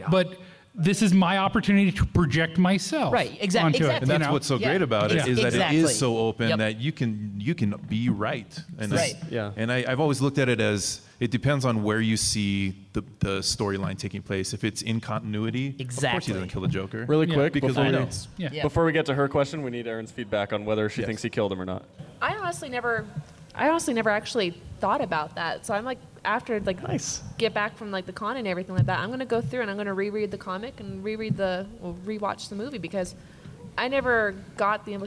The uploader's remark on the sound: From Salt Lake Comic Con 2016, a panel discussion.